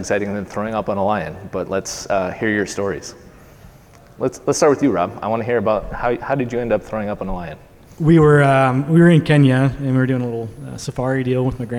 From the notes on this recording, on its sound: At Point of Rental's 2023 International Conference, we welcomed several rental leaders up to the stage to talk about the state of the industry and its future.